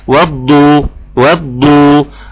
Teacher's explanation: فتقول و، ثم تنتقل للضاد المفخمة